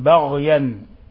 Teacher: أيضا تفخيم الغين بغيا، ما تقول بغيا وإنما بغيا، الباء مرققة والغين مفخمة